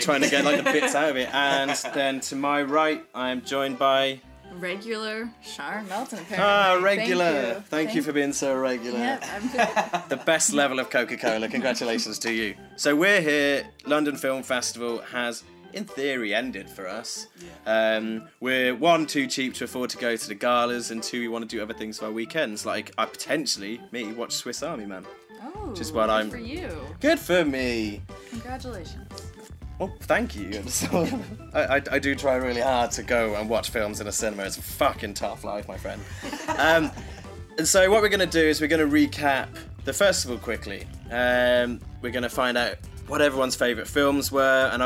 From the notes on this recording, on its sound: Live from the London Film Festival with Picturehouse Central and Hoxton Movies.